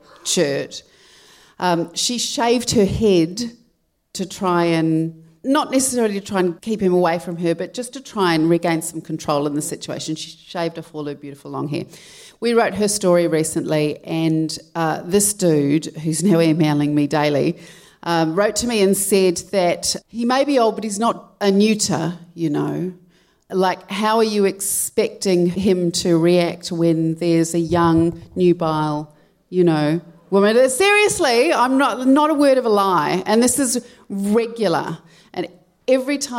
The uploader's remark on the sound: Recorded 22 February 2020 at the Q Theatre in Auckland.